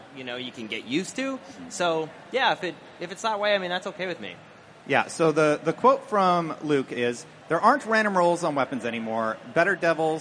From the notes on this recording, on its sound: live from GuardianCon 2017